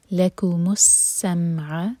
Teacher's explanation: سین پر شدہ سٹرانگ پڑھیں گے اور سیٹی کی آواز کلیئر آئے